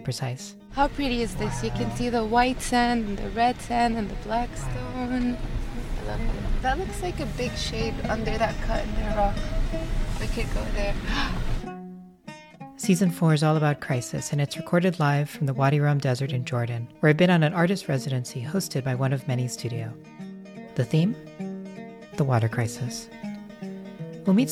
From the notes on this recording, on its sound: Live from the Wadi Rum Desert. It’s our first field studio season, with the majority of our episodes recorded from the beautiful Wadi Rum desert in Jordan, thanks to a special artist residency hosted by One of Many Studio (OoM).